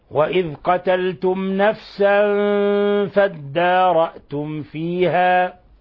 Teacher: الميم نظهرها ولا نضغط عليها ولا نخفيها · Term: إظهار شفوي